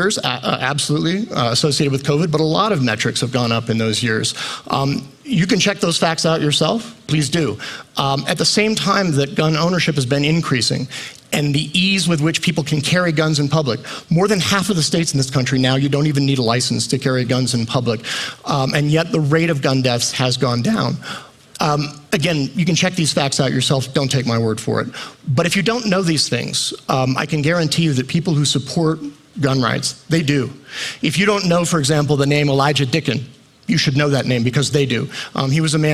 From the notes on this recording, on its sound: At the 2023 Aspen Ideas Festival.